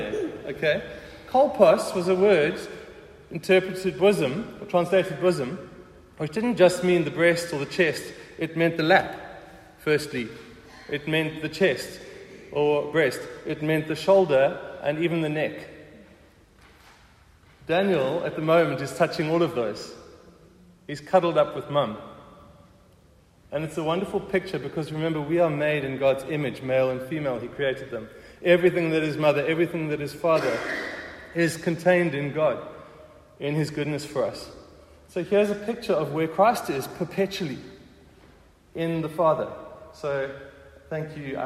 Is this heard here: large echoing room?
yes